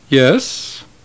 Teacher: If you enter a department store in which a sales lady is not too busy chattering with her colleagues to notice you, she might turn to you and say, "Yes," in the sense of, "Can I help you?" Yes. The upward glide in the word yes is what we aim for in the acute accent, particularly over a long vowel, as in dima, yes.